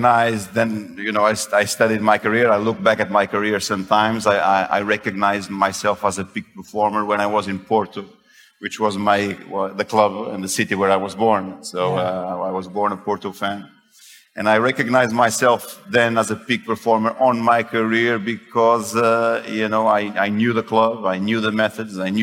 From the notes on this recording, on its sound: Live at the Web Summit earlier this year, which was held in Lisbon, Portugal. We very rarely release podcast episodes that have taken place live in person, so this episode is a bit different for us.